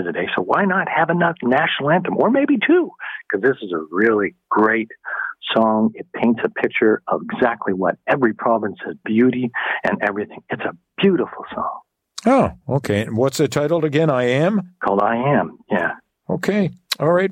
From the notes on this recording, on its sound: Opens the phones and has listeners share.